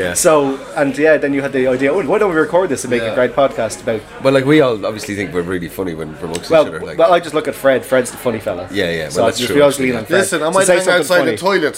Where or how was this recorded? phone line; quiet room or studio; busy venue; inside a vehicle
busy venue